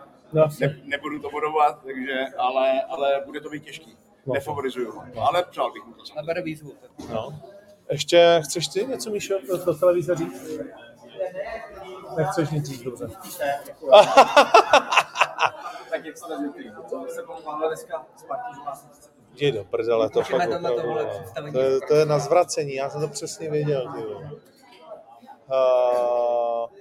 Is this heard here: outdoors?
yes